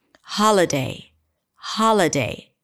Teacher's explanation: all of a sudden the ha is really long because it's the primary stress. Ha, la, really short.